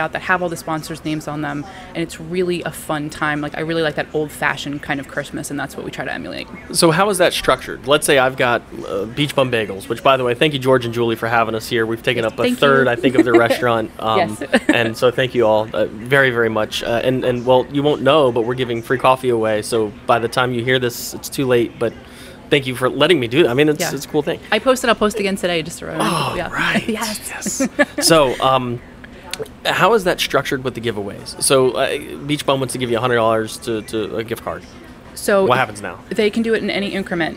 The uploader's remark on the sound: filmed on location at Beach Bum Bagels in Vero Beach, FL.